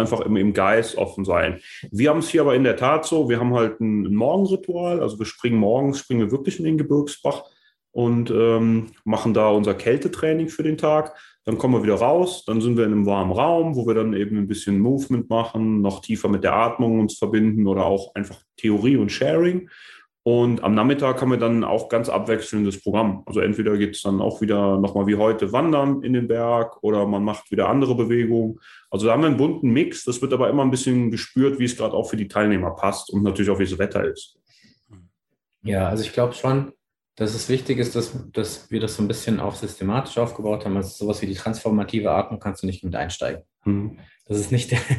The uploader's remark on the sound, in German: via ZOOM in einer Schaltung zwischen dem hessischen Spessart und dem Schweizer Wallis